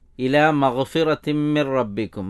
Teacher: മഗ്ഫിറത്തിൻ മി, മഗ്ഫിറത്തിൻ മി എന്നിടത്ത് അൽ ഇദ്ഗാമു ബിഗുന്ന എന്ന തജ്വീദിൻ്റെ നിയമമാണ്. തൻവീനു ശേഷം മീമ് വന്നത് ഗുന്നത്തോടെ ചേർത്ത് വന്നു. പിന്നെ മിൻ റബ്ബിക്കും എന്നത് മിർ റബ്ബിക്കും എന്നാണ്.